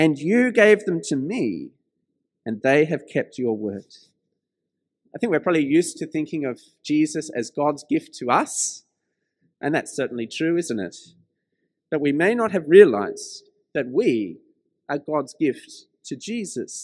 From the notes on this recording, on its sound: This sermon was preached at St George's Church, Penang on 16th May 2021.